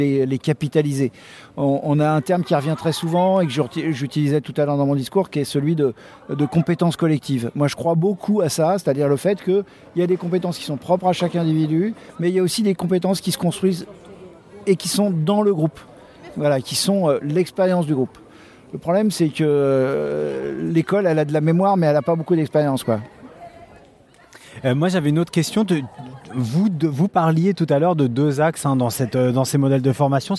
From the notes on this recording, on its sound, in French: enregistré à la Journée Nationale de l’Innovation 2017